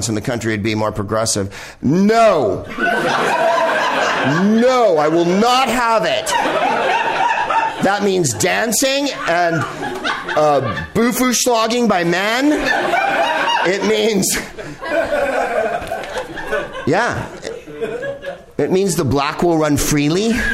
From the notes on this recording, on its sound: Live from the NerdMelt Showroom in LA